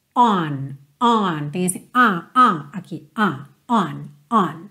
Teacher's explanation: Já a preposição on, você já faz o formato mesmo do O, on, só que ele é super nasal, é mais aberto, não é uma letra O, O, O, O, é on, on, tem esse on, aqui, on, on.